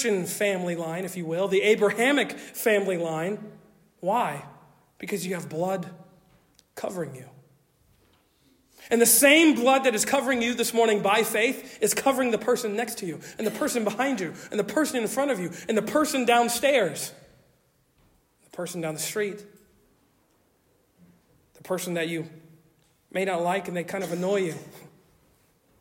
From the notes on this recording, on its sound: Originally delivered on 19 November 2023 at Stonington Baptist Church, Paxinos, PA. At Stonington Baptist Church, Paxinos, PA.